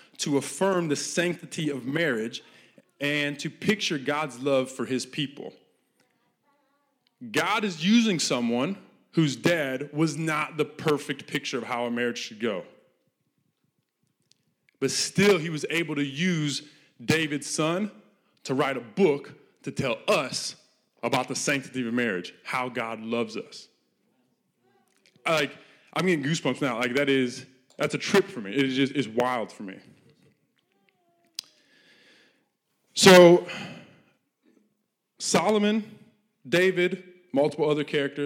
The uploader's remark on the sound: This message was recorded live at our Malmö Gathering on Sunday, July 16th, 2023. C3 Church Malmö & Lund.